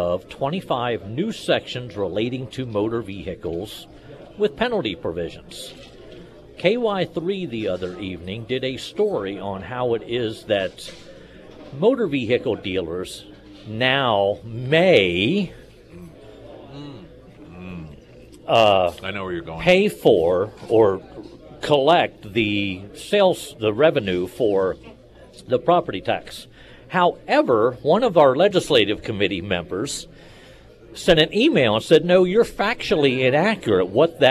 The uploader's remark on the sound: live at Scramblers Diner